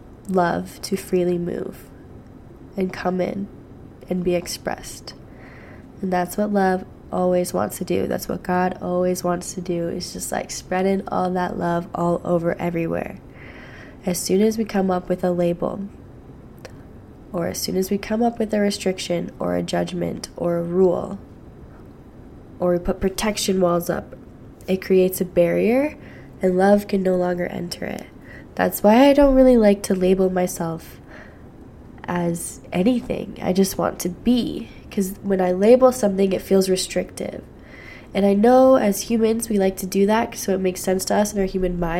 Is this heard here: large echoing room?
no